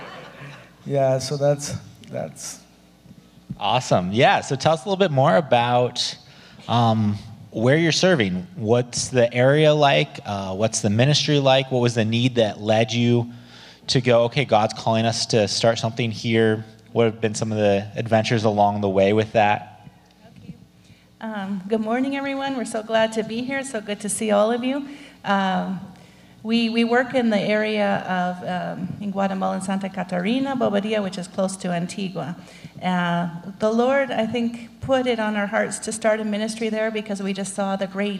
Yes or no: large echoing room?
yes